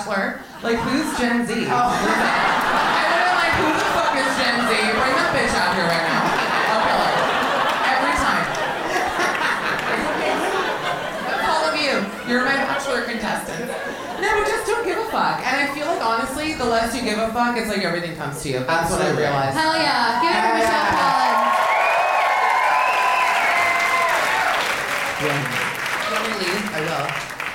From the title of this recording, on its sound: Live From The Bell House